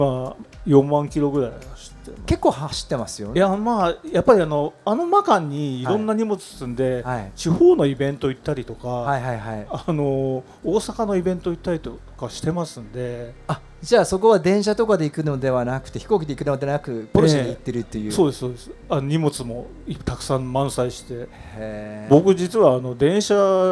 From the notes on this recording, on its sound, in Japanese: Porsche Festivalでのインタビューの様子をお届けします。インタビュアーはPorsche FestivalでMCを務められた。